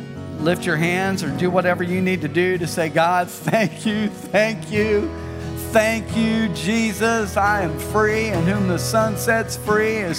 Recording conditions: large echoing room